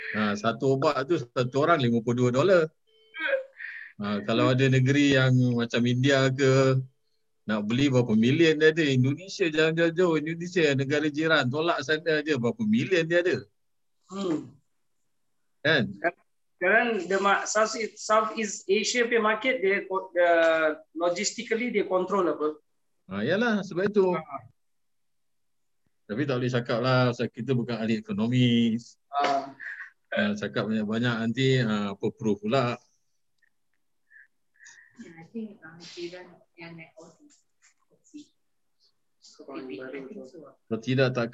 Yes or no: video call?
yes